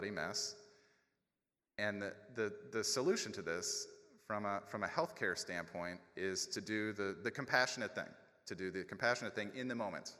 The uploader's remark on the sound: A recording of the September 2017 plenary lecture. During the annual Chronic Disease Academy.